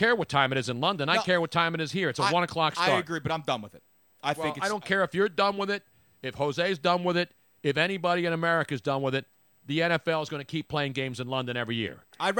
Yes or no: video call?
no